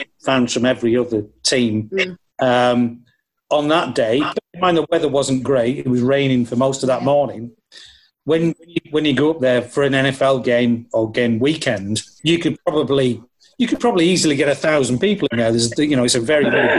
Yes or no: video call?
yes